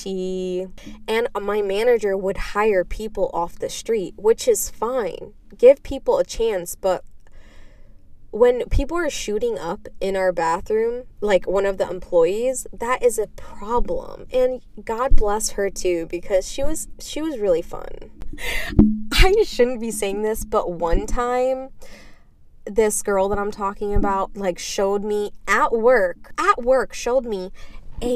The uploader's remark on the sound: While I sit in my car eating McDonalds breakfast.